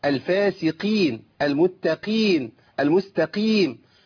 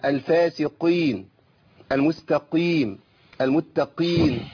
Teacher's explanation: القاف حرف مفخم على الاطلاق، لكن في حال الكسر يبقى الحرف ضعيف جدا · Shown in: first take